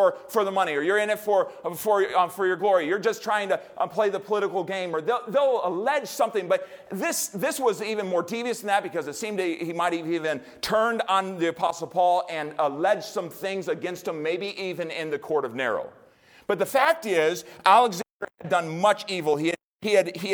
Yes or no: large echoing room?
yes